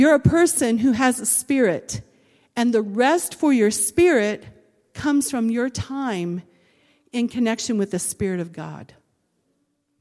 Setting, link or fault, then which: setting, large echoing room